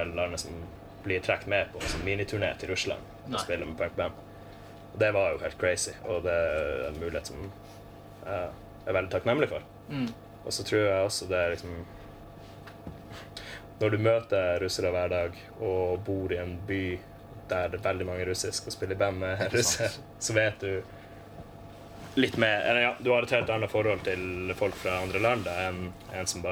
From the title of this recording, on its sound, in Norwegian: Backstage på Meieriet